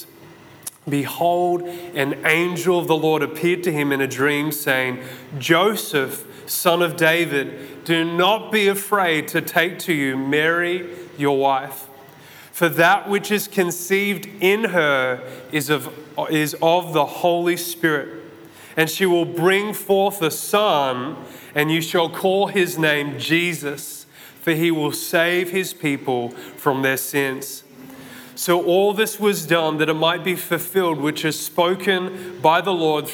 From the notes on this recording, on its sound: This message was recorded at Zion Church Gold Coast on Sunday December 18th 2022